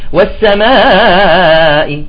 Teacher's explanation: يمد الألف يطلعها همزات، بيصير عملية مثل ترجيع همزات